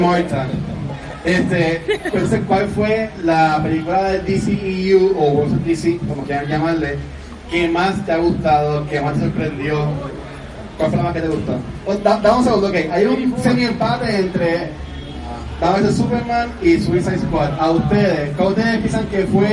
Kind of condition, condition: setting, live audience